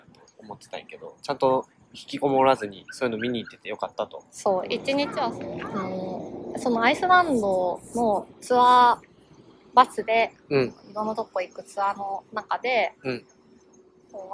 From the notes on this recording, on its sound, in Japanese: In 奈良公園。対面収録（初！）場所は奈良公園。鹿はめっちゃ泥浴びしてるし、カラスは鳴くし。